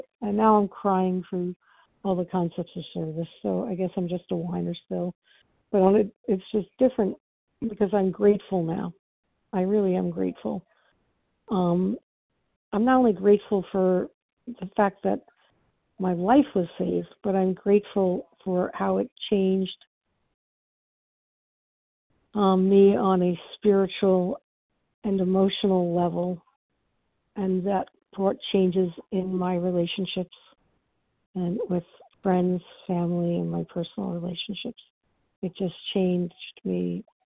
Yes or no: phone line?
yes